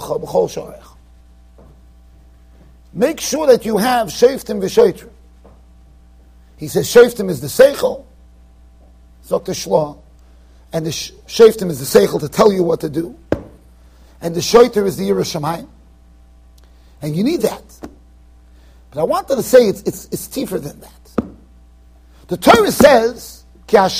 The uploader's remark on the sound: Shiur recorded in Yeshivas Ohr Reuven, Monsey NY.